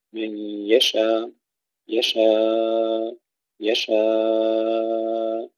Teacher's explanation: حذف الهمزة مع القصر والتوسط والمد في الألف